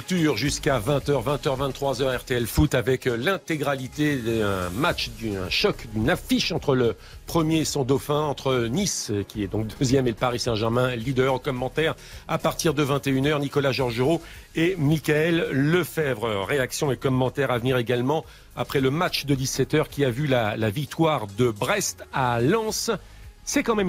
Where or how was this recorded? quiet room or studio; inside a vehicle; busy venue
busy venue